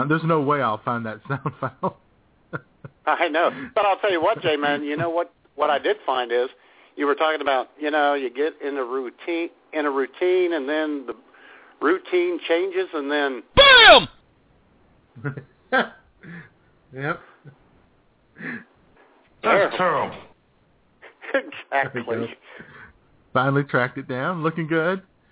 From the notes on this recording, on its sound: taking your phone calls